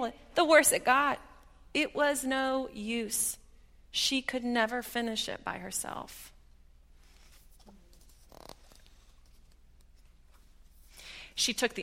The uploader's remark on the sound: at Highland Baptist Church